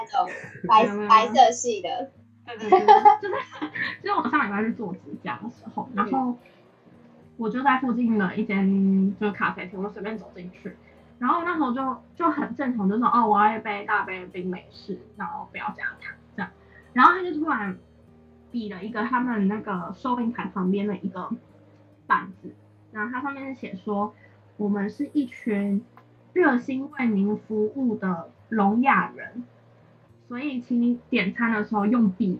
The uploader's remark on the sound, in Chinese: 此集為線上錄音。